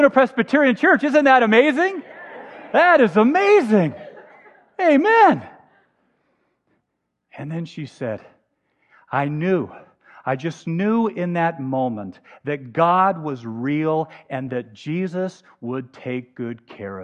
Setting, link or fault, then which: setting, large echoing room